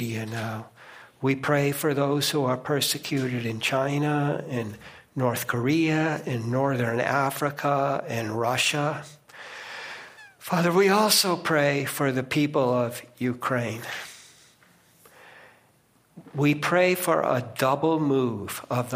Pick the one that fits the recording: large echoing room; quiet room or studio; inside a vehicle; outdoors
large echoing room